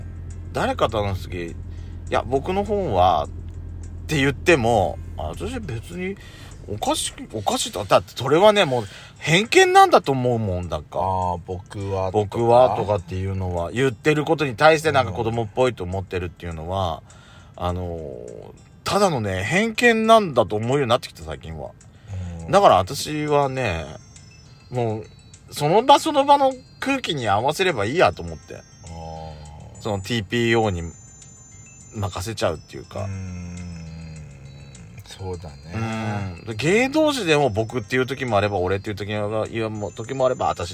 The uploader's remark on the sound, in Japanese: パーキング収録